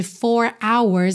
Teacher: E até os R's ali de 4 hours, você não ouve esse R bem enroladinho